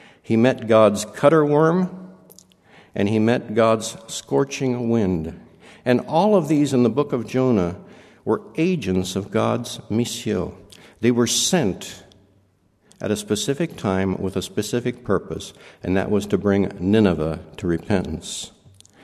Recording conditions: large echoing room